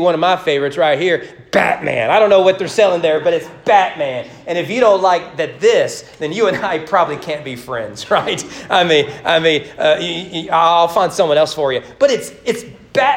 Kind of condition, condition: setting, large echoing room